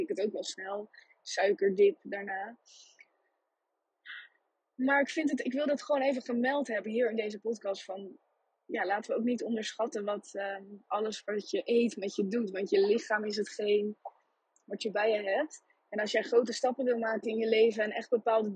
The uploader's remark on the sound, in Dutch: Jammer genoeg is de kwaliteit van deze opname ver-schrik-ke-lijk